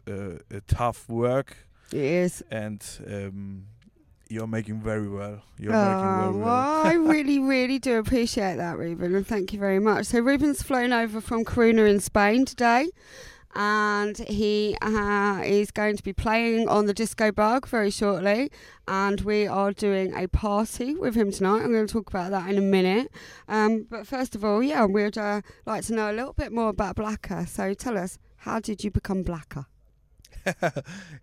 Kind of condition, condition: setting, busy venue